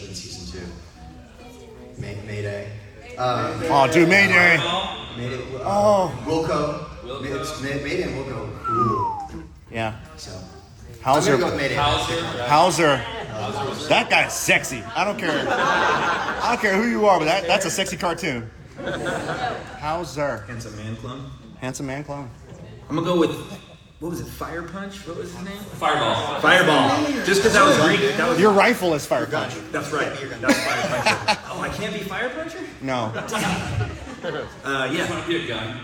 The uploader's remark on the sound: LIVE from Star Wars Celebration London